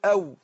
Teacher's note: الواو تخرج بانفتاح الشفتين، اقول او، هي في انفتاح في الشفتين، او دي التلات